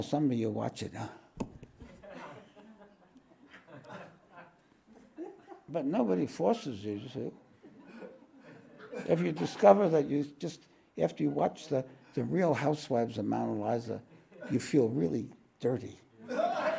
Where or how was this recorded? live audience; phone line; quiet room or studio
live audience